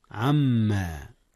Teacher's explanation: أدغم النون في الميم إدغاما بغنة